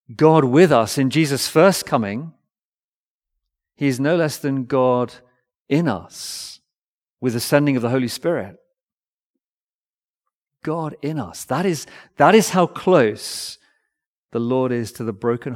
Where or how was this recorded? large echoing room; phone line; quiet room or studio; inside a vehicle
large echoing room